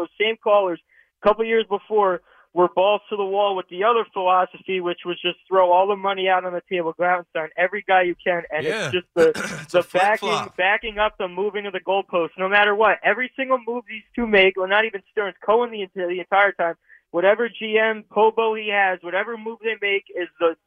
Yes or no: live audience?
no